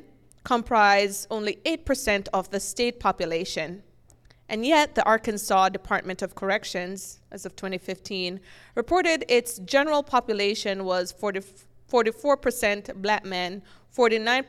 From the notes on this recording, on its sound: Undisciplined held a live taping of the podcast in front of an audience at NorthWest Arkansas Community College in Bentonville, Arkansas.